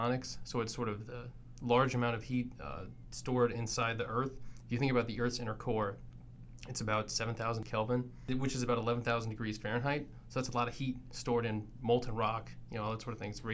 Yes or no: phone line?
no